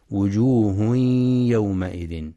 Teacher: لإدغام التنوين في الياء بغنة